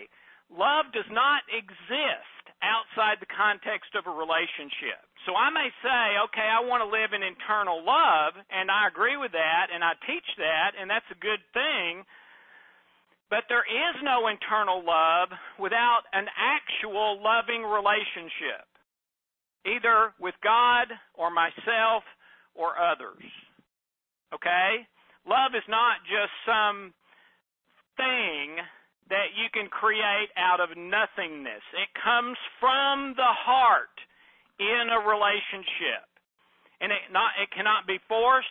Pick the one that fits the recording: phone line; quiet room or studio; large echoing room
phone line